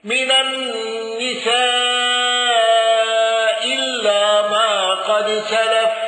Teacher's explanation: قنبل بإسقاط الهمز الأولى مع القصر والتوسط